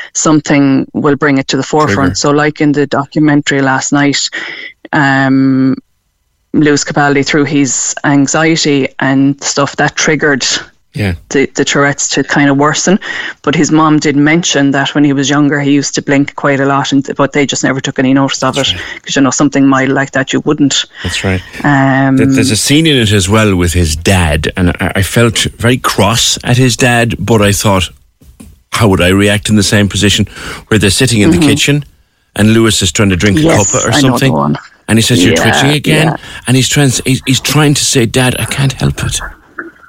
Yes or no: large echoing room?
no